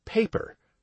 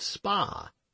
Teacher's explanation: The paper will not move on the P of spa if one is a native speaker of English. · Shown in: second take